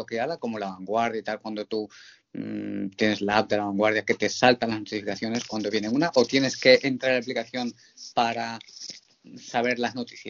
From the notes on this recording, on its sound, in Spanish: A pesar del actual Estado de confinamiento debido a la cuarentena por la pandemia del Covid-19. En esta ocasión se ha realizado de forma virtual, a través de un chat grupal de Skype.